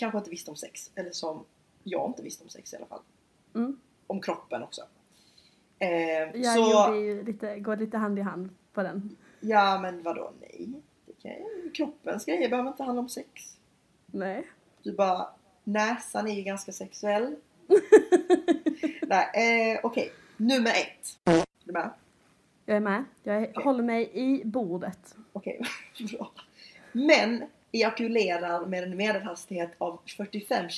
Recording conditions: poor microphone